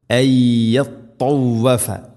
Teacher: സുക്കൂനുള്ള നൂനിന് ശേഷം അയ്യ നൂനിനെ യായിലേക്ക് ഇദ്ഗാം ചെയ്ത് മണിച്ചുകൊണ്ട് ഉച്ചരിക്കണം. ഇദ്ഗാം ബിഗുന്ന അയ്യത്തവഫ, ത എന്ന അക്ഷരം മഖ്റജ് ശ്രദ്ധിക്കണം.